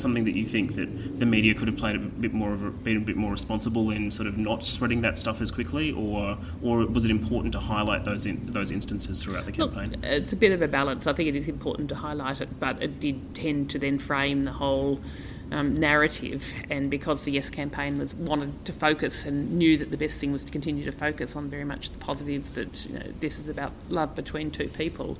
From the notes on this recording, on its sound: At the Better Together conference in Melbourne in January